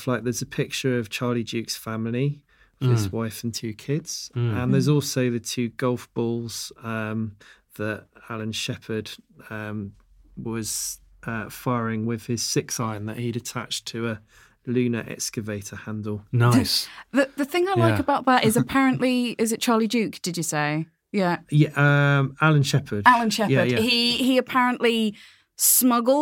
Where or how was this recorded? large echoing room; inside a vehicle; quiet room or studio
quiet room or studio